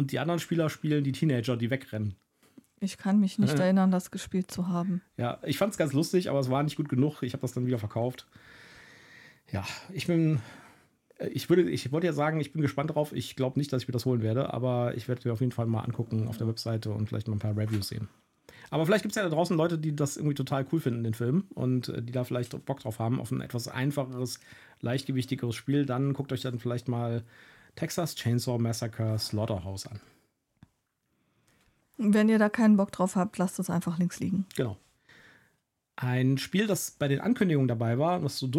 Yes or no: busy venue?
no